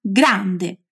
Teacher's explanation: Só a pronúncia que muda um pouquinho, porque o A é bem aberto.